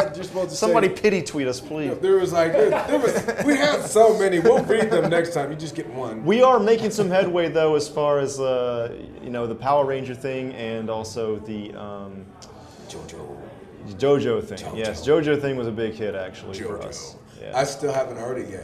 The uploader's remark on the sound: we recorded a special mini-episode at the Koreatown Japanese-English Language exchange group on-site